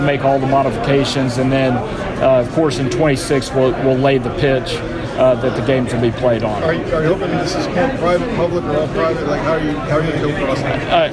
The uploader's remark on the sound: This was part of a press conference at GEHA Field at Arrowhead. Took questions from reporters after their remarks.